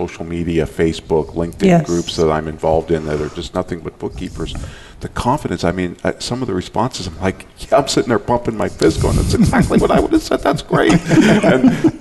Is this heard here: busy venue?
yes